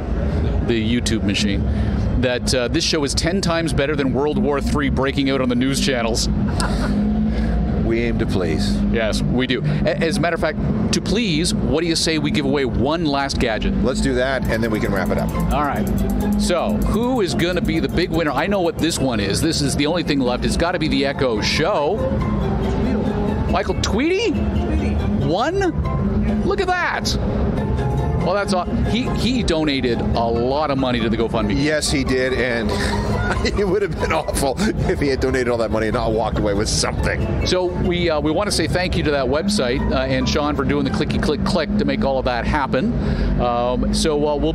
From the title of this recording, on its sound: Live from CES 2020